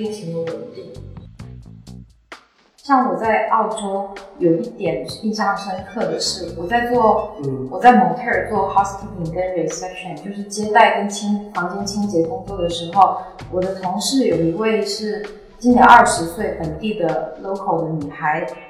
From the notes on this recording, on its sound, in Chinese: 本期节目，是我借着她短暂回国处理事务的时间，完成的录音。录音环境的回音还是太大了，以后不会用那个房间录音了，抱歉。